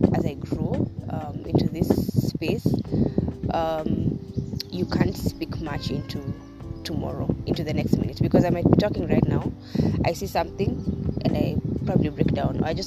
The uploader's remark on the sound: I am sorry for the wind distraction